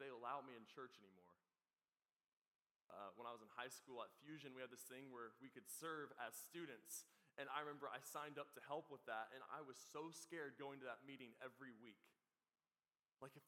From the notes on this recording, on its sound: This is the recording of our event "24"!